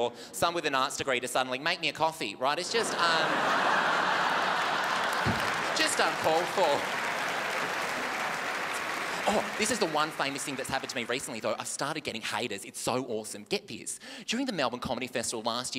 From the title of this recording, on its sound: The Melbourne International Comedy Festival Oxfam Gala 2014